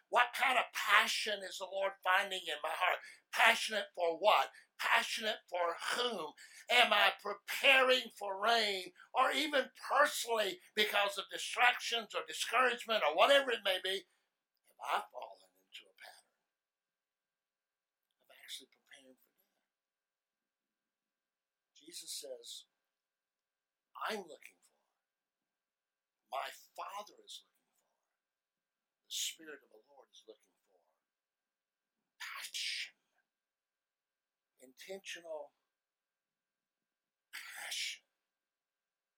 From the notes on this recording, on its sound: Sermon audio from first service November 17, 2019.